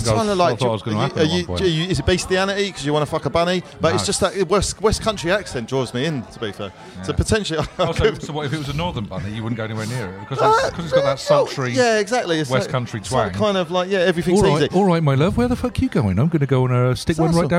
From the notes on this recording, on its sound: Live at the Crafty Casks. At a local micropub (the Crafty Casks) for part 1 of a live recording. They brought some friends along for the ride!